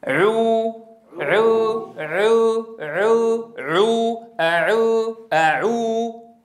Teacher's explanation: اسمعوا الفرق بين الصوتين حين أضم الشفتين وحين أتركهما من غير ضم